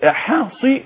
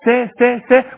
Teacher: والبعض نتيجه ان الصاد مكسوره تقلب الى سين، وهذا خطا. الصاد صاد صاد صاد، انما سا سا سا مرققه، يبقى حاصي ها حاصرت، والتاء المهموسه حاصرت ها سو.